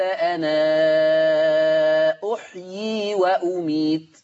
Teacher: ورش يثبت الألف تماما، فتصير من قبيل المد المنفصل، فتقرأ بمقدار الإشباع 6 حركات